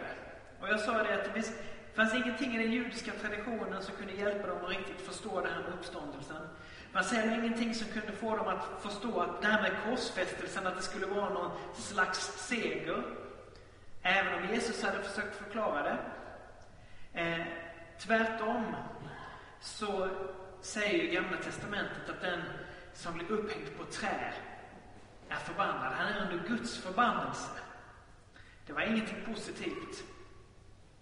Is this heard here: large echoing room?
yes